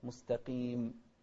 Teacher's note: القاف مفخمة لكن أقل تفخيما من غيرها لأنها مكسورة، اهدنا الصراط المستقيم، ما نقول مستقيم، لا، مستقيم.